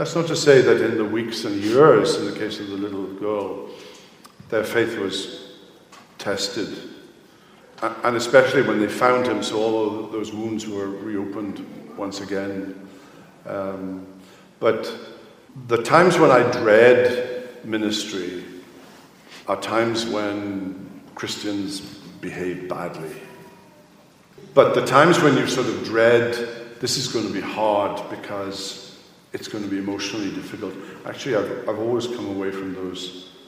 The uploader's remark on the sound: here is the question-and-answer session from this year’s Boise Reformation Conference